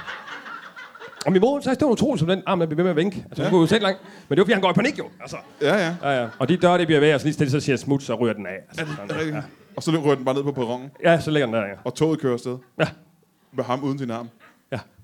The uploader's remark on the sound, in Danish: LIVE fra Hanstholm Madbar